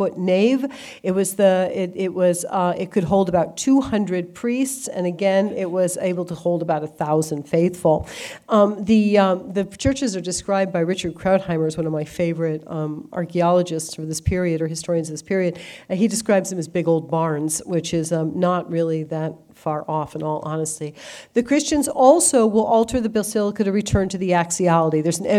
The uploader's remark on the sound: Delivered an exclusive lecture to the Christendom College community. The talk was part of Christendom College’s Major Speakers Program.